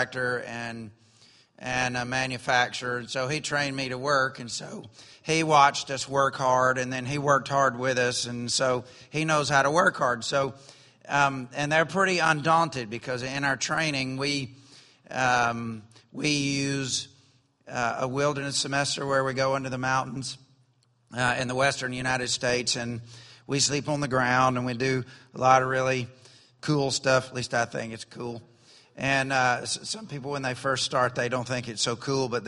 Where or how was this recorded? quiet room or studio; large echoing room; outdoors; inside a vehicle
large echoing room